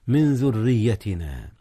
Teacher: ربنا وجعلنا مسلمين لك ومن ذريتنا، جاء الإخفاء هنا يا أستاذنا، أخفي نون من قبل الذال إذ الذال من حروف الإخفاء، أما الراء في ذريتنا المكسورة فهي مرققة، إذن حكمان معا.